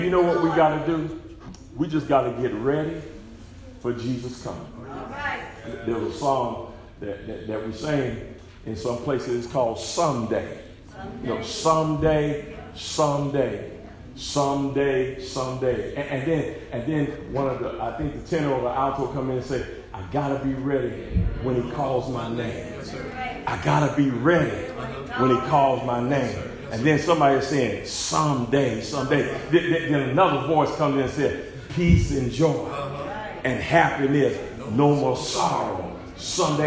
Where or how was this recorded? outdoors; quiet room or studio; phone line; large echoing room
large echoing room